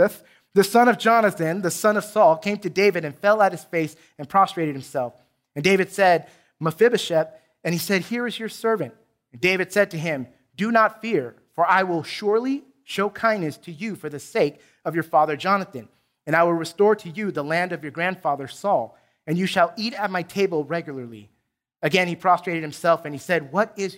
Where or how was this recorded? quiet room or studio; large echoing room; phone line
large echoing room